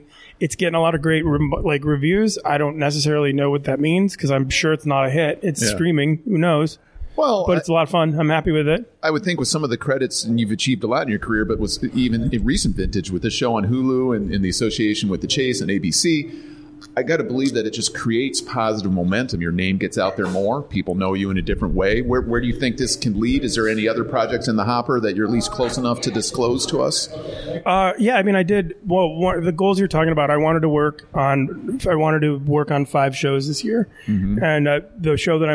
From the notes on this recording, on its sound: Live from the Comedy Castle bar